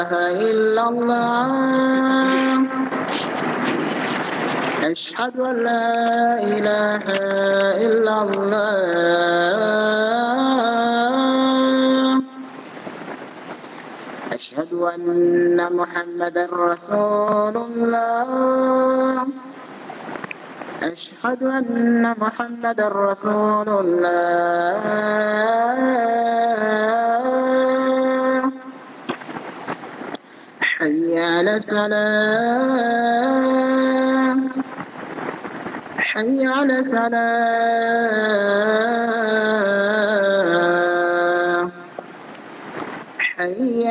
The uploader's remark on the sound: Jumah Lecture at Rainbow Masjid